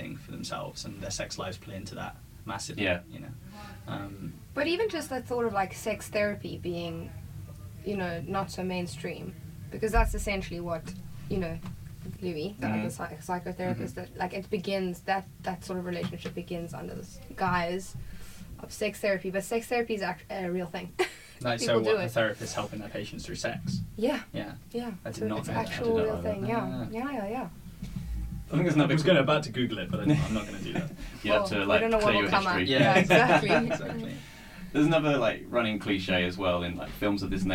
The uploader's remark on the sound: Due to unforeseen circumstance the audio quality in this episode of the Curzon Film Podcast is not to our usual standard.